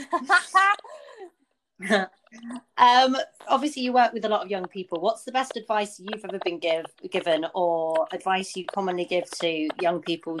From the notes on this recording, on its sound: Apologies for the technical difficulties in this one